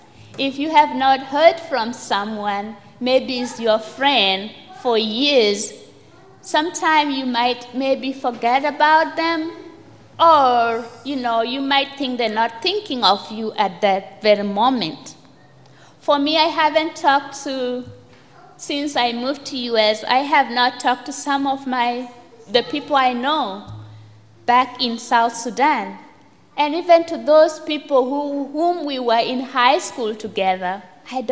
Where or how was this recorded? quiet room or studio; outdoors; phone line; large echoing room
large echoing room